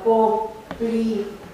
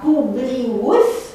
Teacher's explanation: Poplios se închide O din silaba inițială la U. P se sonorizează, devine V, publius.